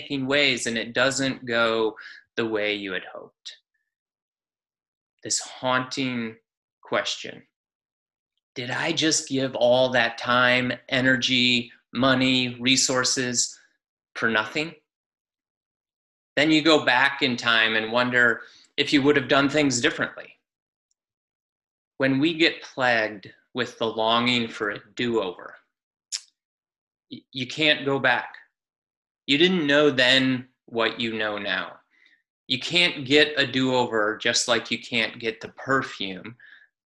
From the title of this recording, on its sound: Palm Sunday Zoom Church